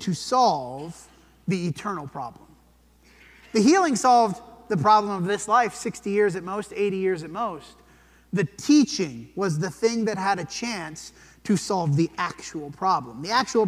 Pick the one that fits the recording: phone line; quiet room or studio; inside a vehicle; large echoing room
large echoing room